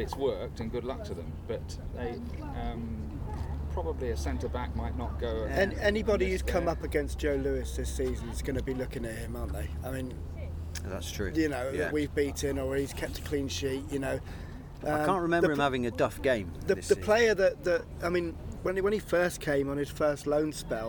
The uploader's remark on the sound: headed down to the beach to record the podcast